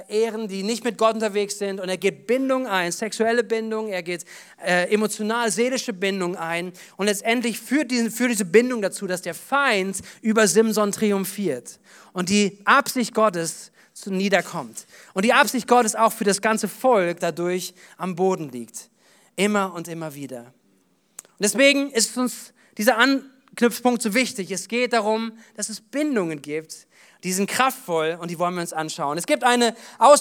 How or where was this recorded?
large echoing room